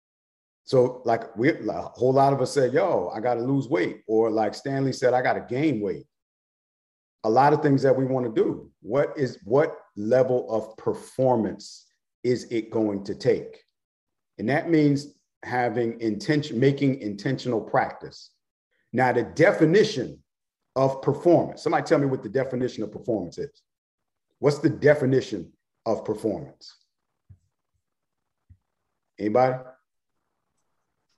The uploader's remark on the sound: GMEN Tampa Webinar Audio.